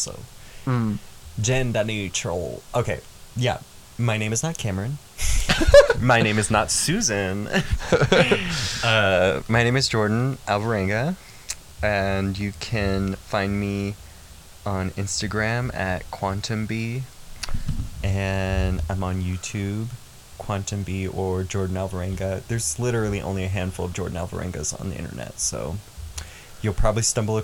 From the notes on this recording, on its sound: Enjoy the crunchy audio quality